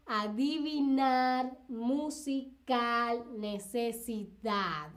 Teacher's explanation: Todas esas palabras tienen la entonación más fuerte en la última sílaba · Term: palabras agudas sin tilde